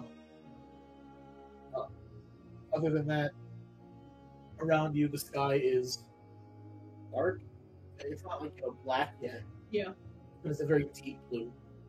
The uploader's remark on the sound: Sorry for the spotty audio in this episode. Curious what our audio missed?